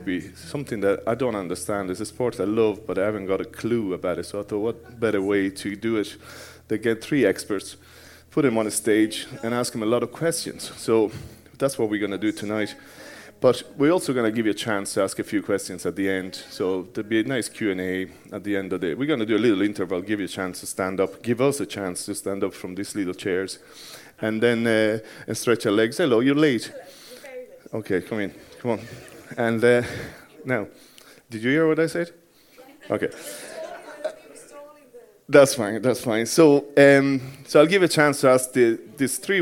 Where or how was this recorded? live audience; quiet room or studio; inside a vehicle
live audience